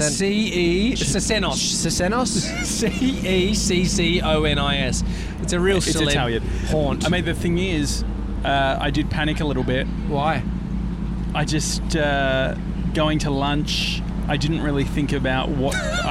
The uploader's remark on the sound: Today we're sitting outside Bluestone Lane!